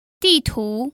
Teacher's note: That's a fourth tone and a second tone